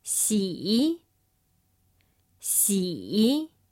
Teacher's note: The third tone, which starts at the middle of the range, falls, and then rises quickly, sounds like this.